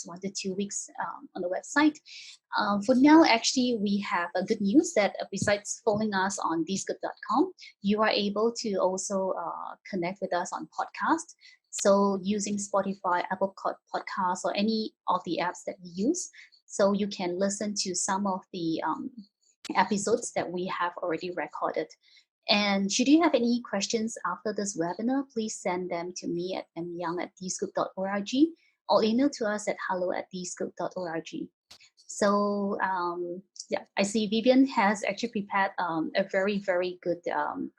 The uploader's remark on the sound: In this webinar recording.